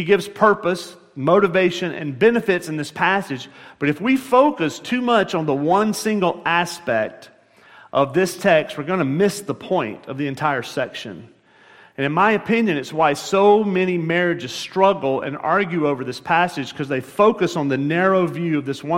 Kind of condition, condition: setting, large echoing room